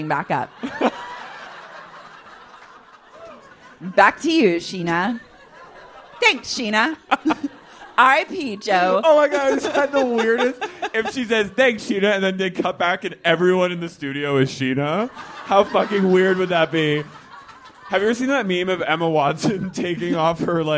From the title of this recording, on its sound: LIVE at Sleeping Village